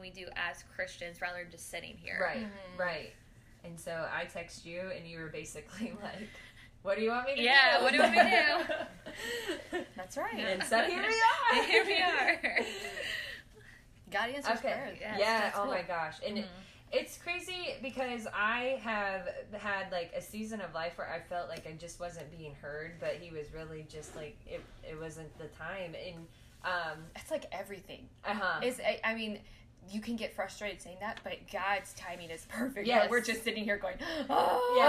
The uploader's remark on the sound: We were having a few audio difficulties, please hang in there as we are self-taught and growing into our roles.